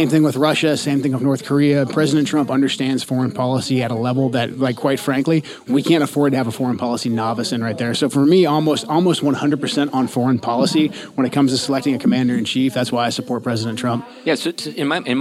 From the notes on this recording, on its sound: This episode was recorded at Old Town Burger in Battle Ground, so please excuse the background noise.